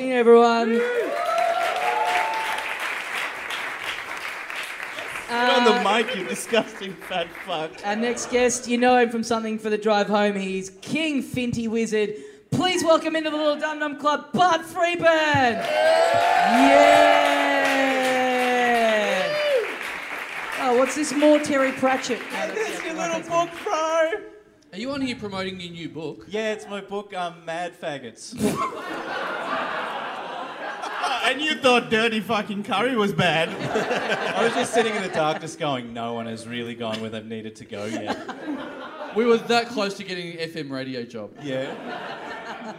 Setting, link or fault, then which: setting, live audience